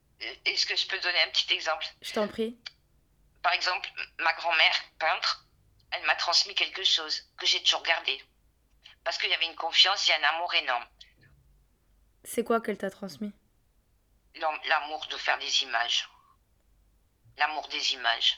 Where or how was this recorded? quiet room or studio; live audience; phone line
phone line